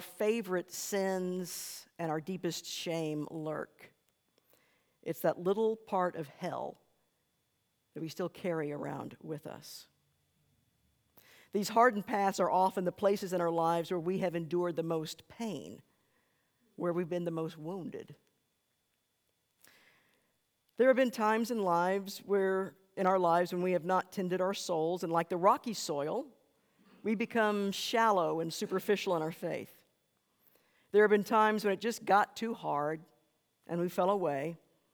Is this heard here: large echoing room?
yes